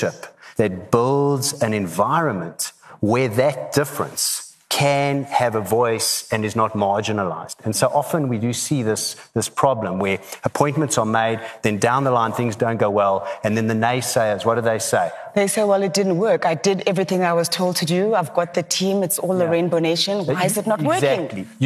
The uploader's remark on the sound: Talking on a panel at the recent Virgin Atlantic Business is an Adventure event.